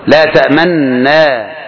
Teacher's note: بإشمام الضم في النون إجماع